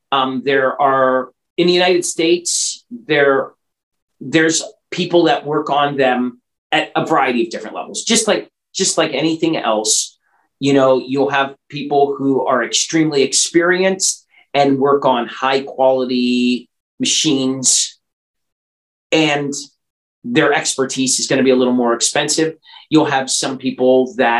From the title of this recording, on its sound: Original Zoom Audio